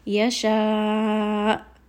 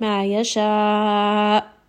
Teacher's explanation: I'm also going to raise my voice just a little bit so that that hamza does not get dropped · Shown in: first take · Otherwise, it may sound like ma yasha. · Term: nabir